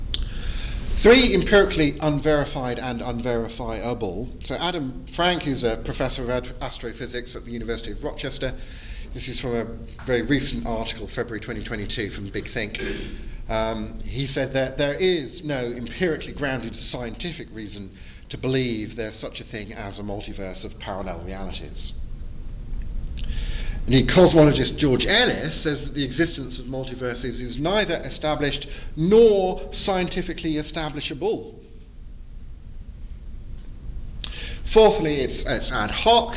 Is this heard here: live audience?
yes